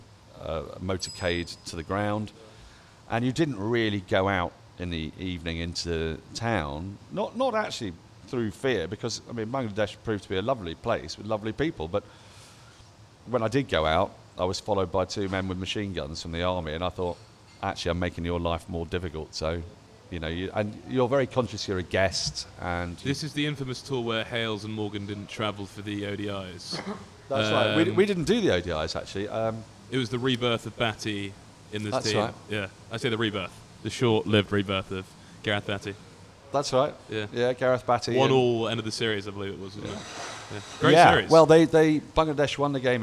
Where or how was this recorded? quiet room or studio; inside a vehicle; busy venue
busy venue